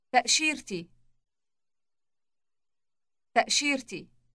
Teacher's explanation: Note the T sound inserted before the possessive E ending.